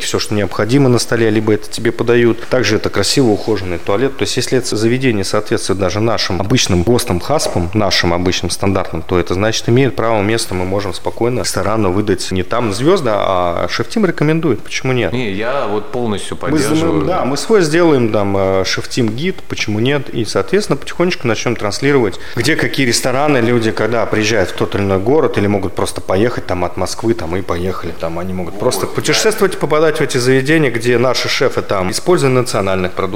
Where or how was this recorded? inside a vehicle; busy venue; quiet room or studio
busy venue